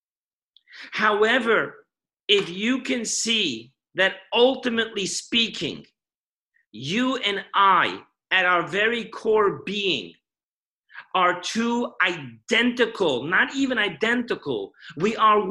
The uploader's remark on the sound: Weekly Zoom Parsha Class